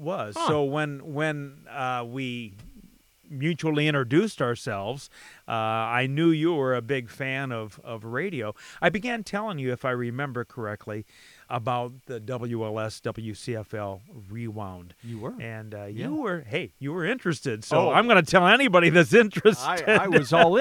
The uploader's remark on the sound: on a deck at sunset overlooking a lake in southwest Michigan